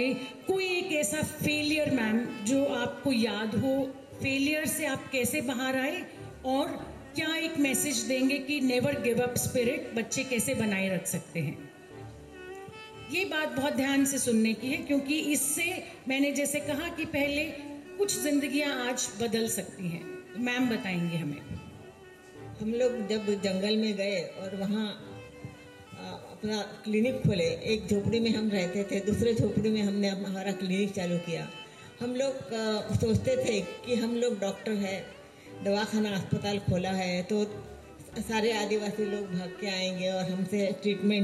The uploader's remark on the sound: At the Bhiwani Children's Literature Festival 2020